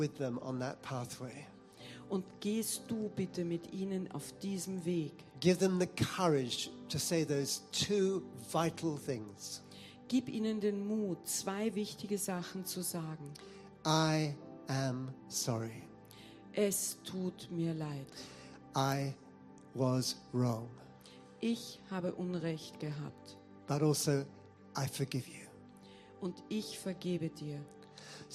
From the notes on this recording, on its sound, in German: Gottesdienst live aus der LIFE Church Wien.